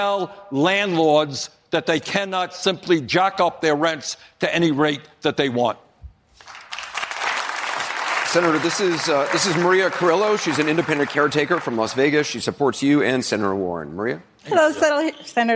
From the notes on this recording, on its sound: a live town hall